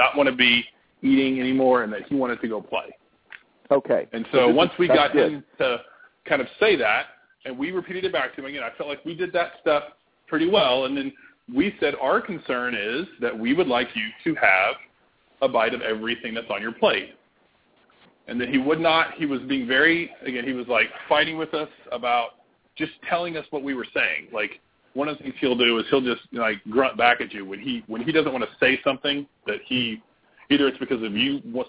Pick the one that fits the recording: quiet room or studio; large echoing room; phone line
phone line